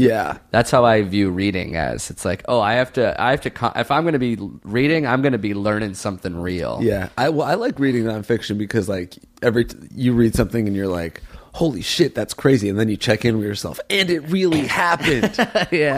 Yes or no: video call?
no